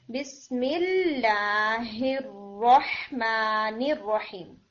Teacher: अल्लाह से पहले हमजा आ रहा है वो भी नहीं पढ़ते, अर्रहमान से पहले जो हमजा आ रहा है वो भी नहीं पढ़ते, और अर्रहीम से पहले जो हमजा आ रहा है वो भी नहीं पढ़ते।